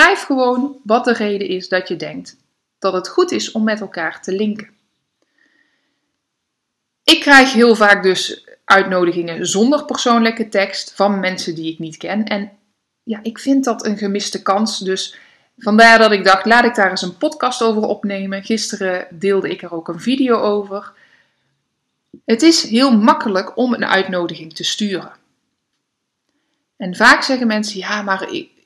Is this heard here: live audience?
no